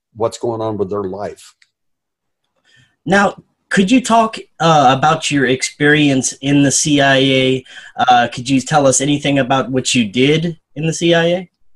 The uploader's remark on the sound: Food Forest Abundance Zoom Meeting